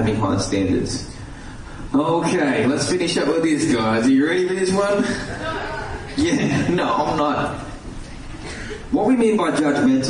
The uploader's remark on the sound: live question and answer sessions LIVE from Port Macquarie Luminosity Youth Summit